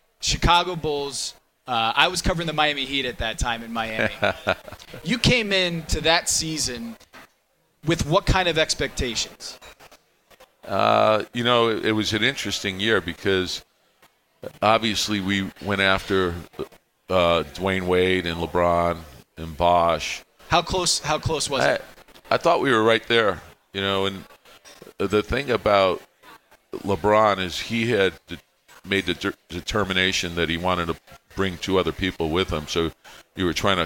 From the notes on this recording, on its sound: Sat down three special guests for a LIVE podcast at the Highline Bar in Downtown Chicago to celebrate NBA All-Star Weekend.